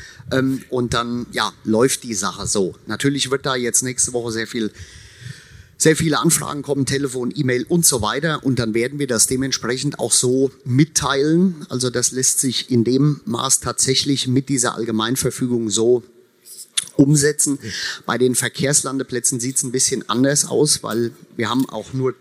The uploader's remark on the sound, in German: Experten-Diskussion auf der AERO 2023. Die Podiumsdiskussion im Foyer Ost.